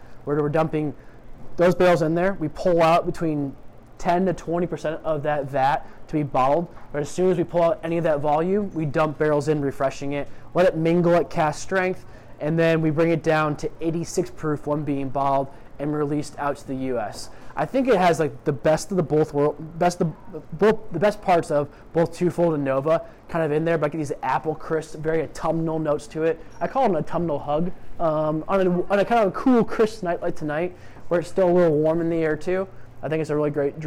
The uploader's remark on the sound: Live from the world’s best whiskey bar, Delilah’s, I record a Drammers - Chicago whisky event.